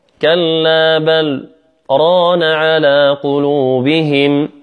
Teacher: أن يقف وقفة يسيرة بغير أخذ النفس، هذا هو السكت.